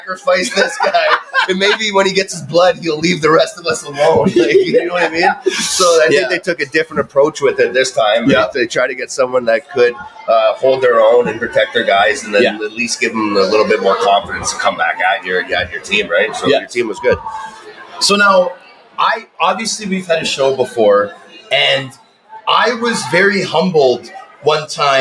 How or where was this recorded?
busy venue